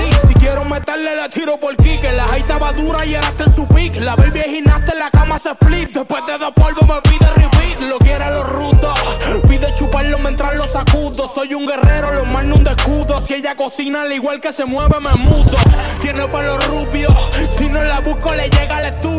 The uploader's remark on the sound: Live At Club Essence